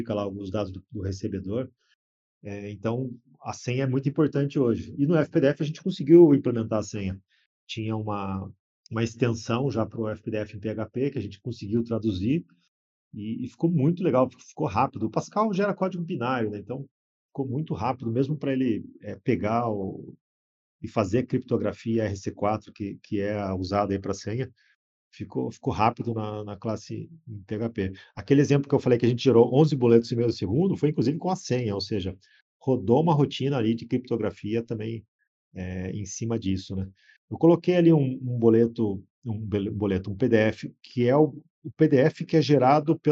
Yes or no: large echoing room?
no